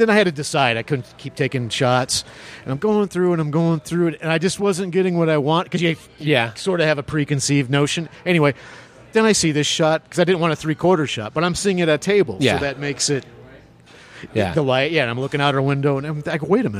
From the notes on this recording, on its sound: Recorded at The Raven Café in Prescott, AZ. Recorded at The Raven Café in Prescott, AZ.